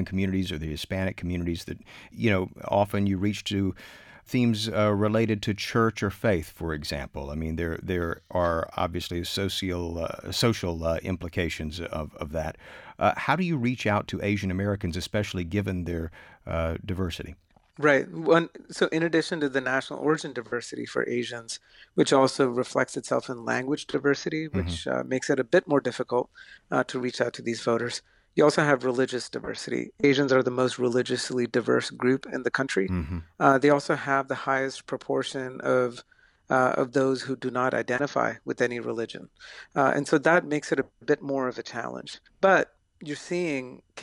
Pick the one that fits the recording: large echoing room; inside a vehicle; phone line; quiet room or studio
quiet room or studio